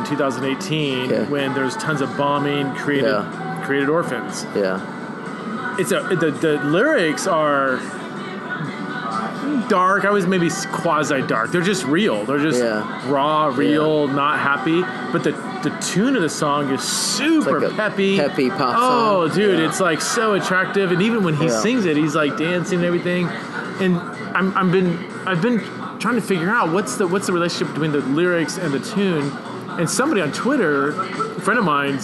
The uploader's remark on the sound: went out to a local pub